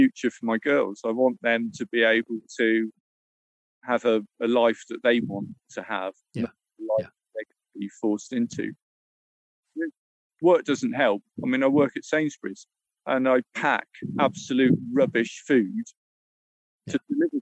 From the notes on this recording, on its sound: Was out a path near the ocean so there is some wind noise, especially near the end of the discussion.